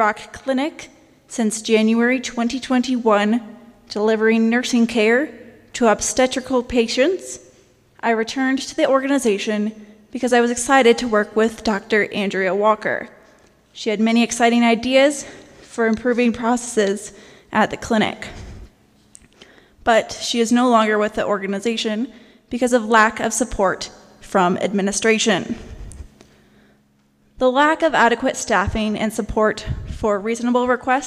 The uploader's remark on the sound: This audio was recorded October 2, 2021 at First United Methodist Church. Health Workers Town Hall organized by local UAPD in Gallup. At First United Methodist Church, during a "Health Crisis" Town Hall organized for health workers and community members.